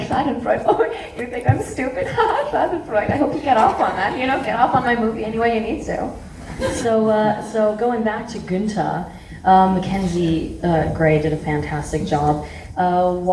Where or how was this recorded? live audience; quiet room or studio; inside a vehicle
live audience